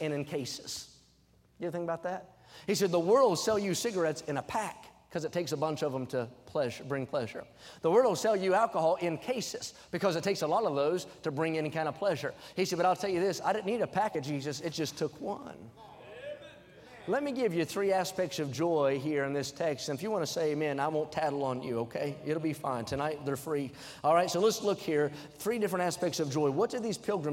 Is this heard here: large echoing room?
yes